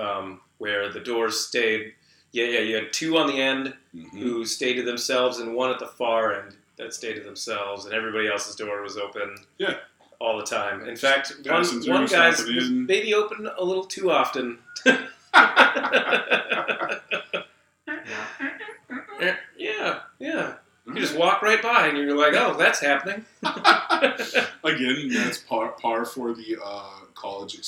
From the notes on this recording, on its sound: During this recording we had some technical issues so the sound isn't perfect.